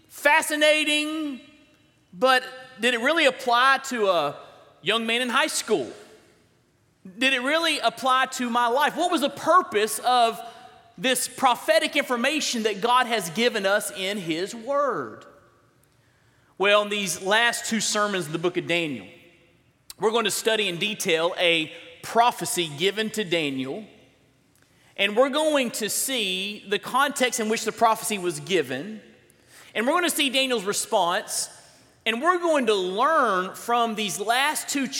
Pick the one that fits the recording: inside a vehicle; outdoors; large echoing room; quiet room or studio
large echoing room